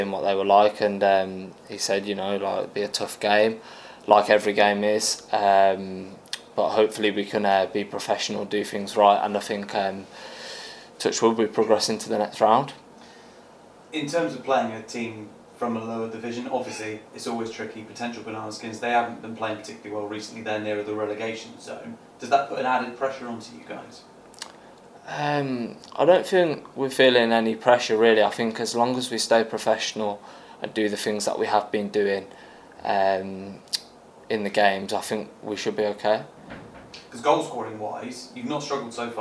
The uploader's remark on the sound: The Managers Press Conference from Huish Park.